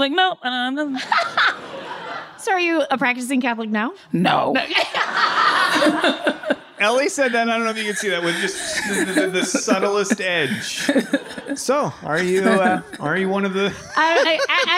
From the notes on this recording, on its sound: For a special live recording in New York City!